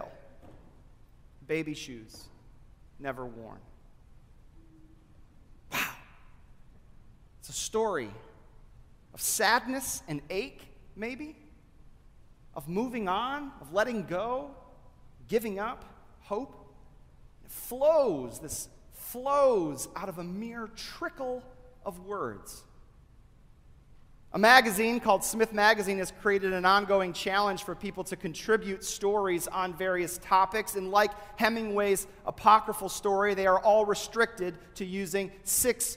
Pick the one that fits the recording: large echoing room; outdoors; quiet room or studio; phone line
large echoing room